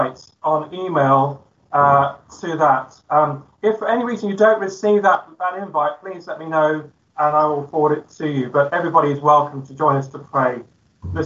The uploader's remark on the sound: Christ Church, Bayston Hill (UK)